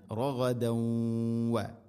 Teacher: റഗദൻ വദ്ഖുലു, തൻവീന് ശേഷം വ വന്നാൽ ഇദ്ഗാം ബിഗുന്ന, റഗദൻ വ മണിച്ചുകൊണ്ട് ഉച്ചരിക്കണം, തൻവീനിനെ വയിലേക്ക് ഇദ്ഗാം ചെയ്യണം